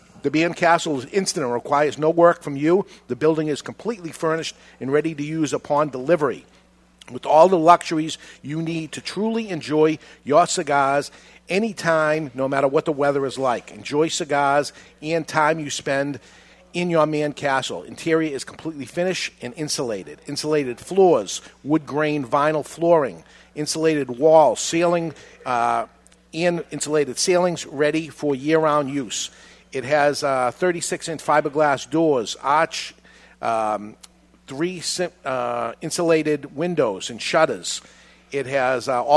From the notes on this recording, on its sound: We are live from Two Guys Smoke Shop in Salem, NH